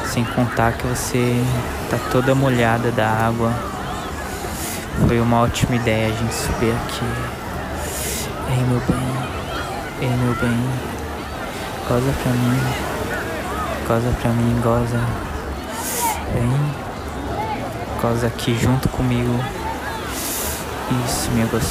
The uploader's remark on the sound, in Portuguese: No alto de uma pedra, daquelas que o pessoal vai para tirarem fotos. E foi gravado justamente em uma pedra dessas!